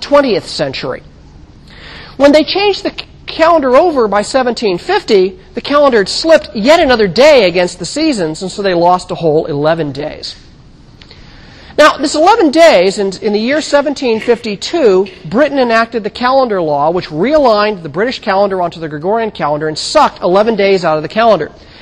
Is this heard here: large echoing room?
yes